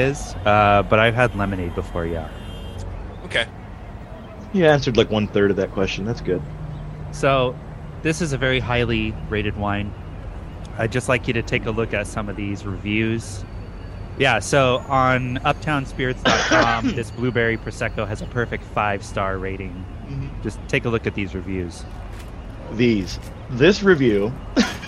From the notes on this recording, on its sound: take a trip to "Gambler's Reserve", where they are live from downtown Oakland